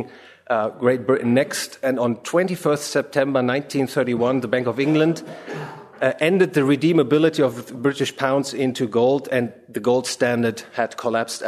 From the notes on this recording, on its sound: From the session on "Studies in Economic History," presented at the Austrian Economics Research Conference. At the Ludwig von Mises Institute in Auburn, Alabama.